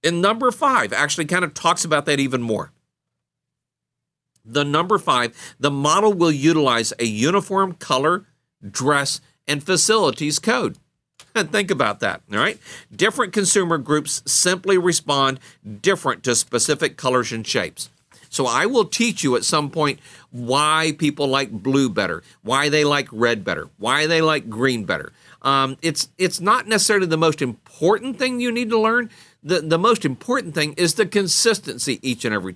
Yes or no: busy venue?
no